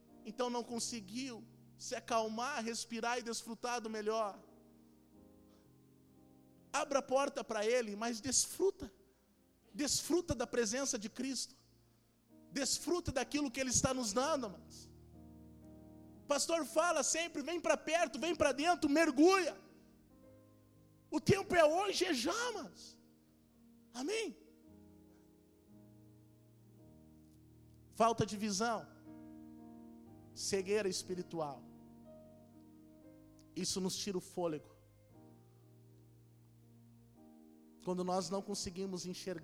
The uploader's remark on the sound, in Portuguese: Esta mensagem foi gravada ao vivo